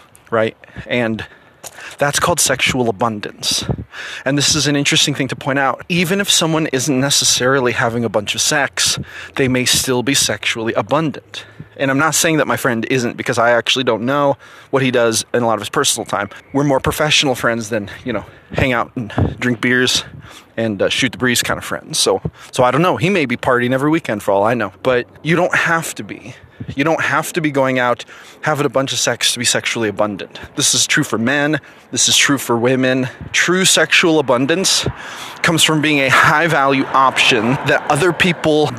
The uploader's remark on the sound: The audio in this post is rough because I was out walking.